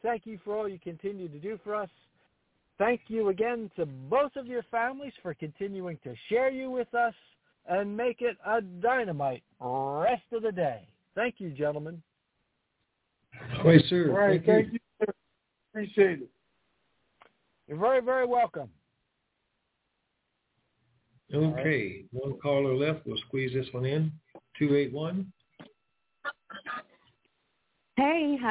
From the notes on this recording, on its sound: Conference Call